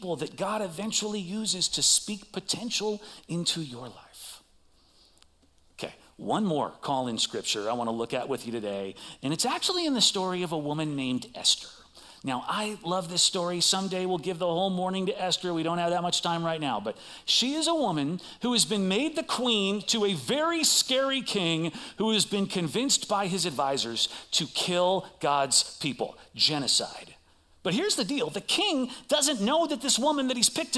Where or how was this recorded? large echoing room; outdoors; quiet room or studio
large echoing room